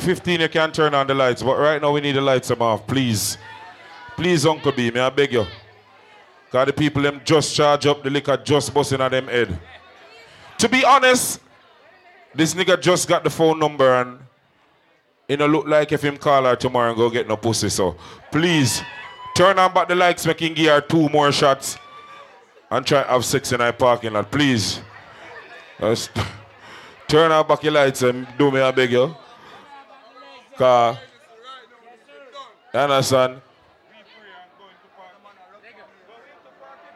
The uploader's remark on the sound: Doubletap Sundays 12/30/18 (LIVE AUDIO)